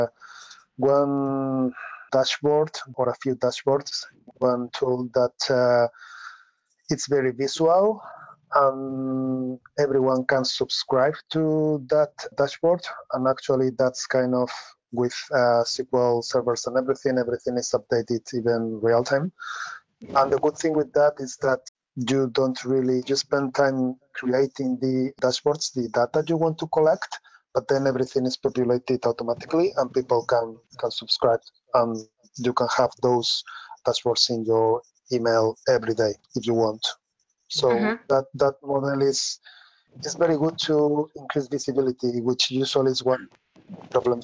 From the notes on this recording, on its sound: This podcast episode is the recording of an online experts panel.